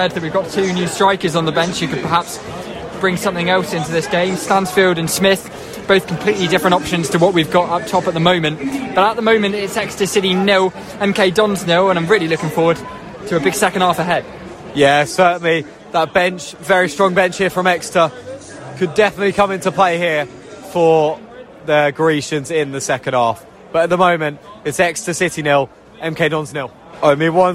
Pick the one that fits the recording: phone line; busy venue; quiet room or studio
busy venue